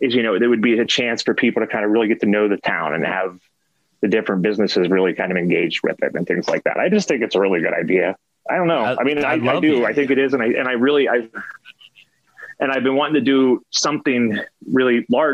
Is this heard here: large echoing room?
no